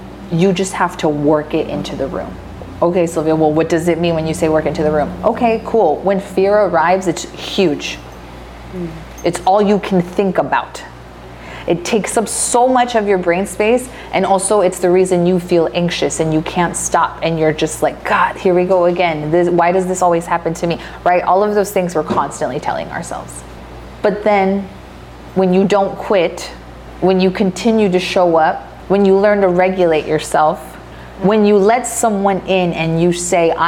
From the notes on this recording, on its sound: Live Podcast Event. Our very own Live Podcast recording.